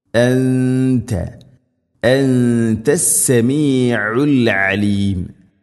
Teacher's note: ഇന്നക അൻത ഇന്നക ഇവിടെ നൂന് ശബ്ദമുണ്ട്, മണിക്കണം. അൻത നൂനിനെ അവ്യക്തമാക്കി മണിക്കണം, ഇഖ്ഫാവും ബിഗുന്ന